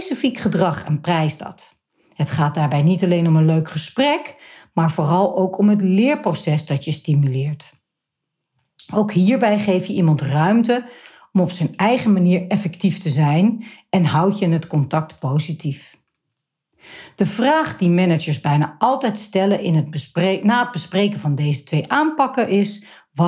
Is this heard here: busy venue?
no